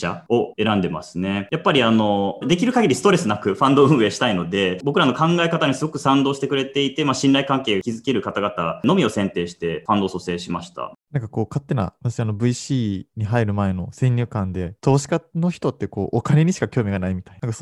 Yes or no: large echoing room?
no